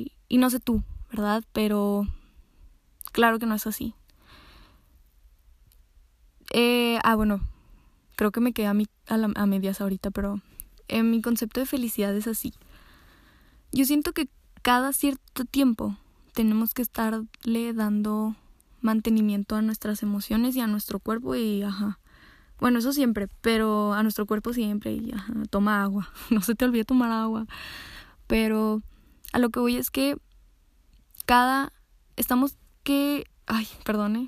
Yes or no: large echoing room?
no